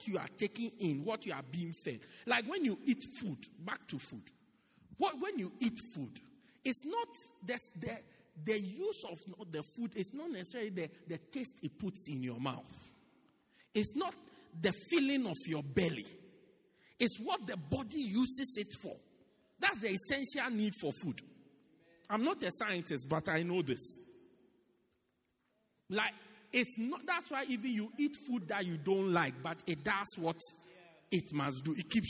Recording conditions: large echoing room